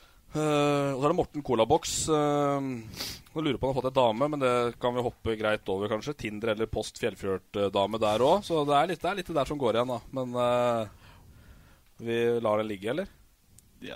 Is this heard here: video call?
no